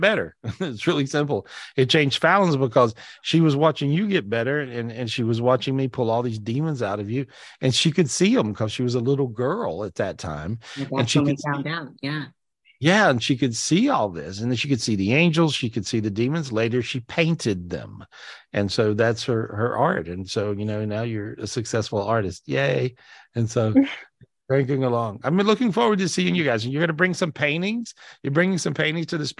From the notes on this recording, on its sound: This was recorded LIVE on Zoom